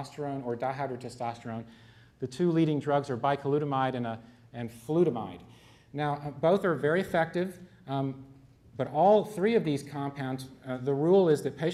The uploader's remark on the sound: One of a series of lectures from The Yale School of Medicine Bicentennial Symposium, “Biomedicine in the New Century,”.